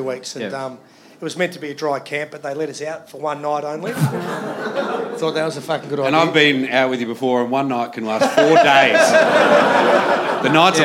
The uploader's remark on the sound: September Live Show. From Wayne Jackson Studios.